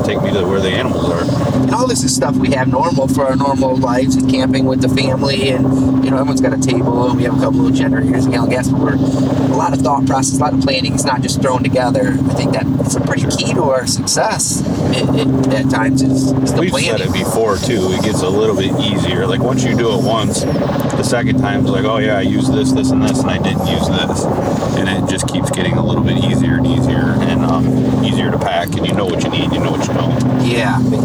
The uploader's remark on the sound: On this episode we take you in the truck ride out west to Colorado for the boys archery elk hunt.